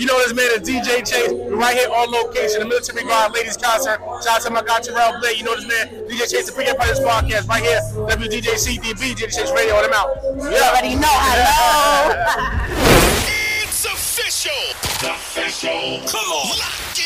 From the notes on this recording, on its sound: live at the Military Grind Ten Tape Concert